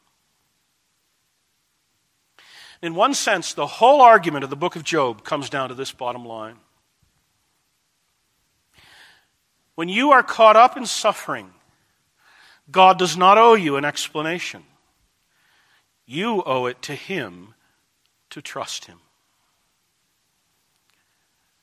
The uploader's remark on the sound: This message was delivered June 27, 2010, at Desert Springs Church, Albuquerque, NM.